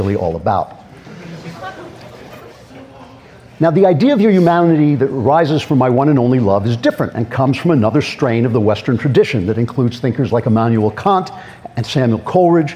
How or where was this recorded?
live audience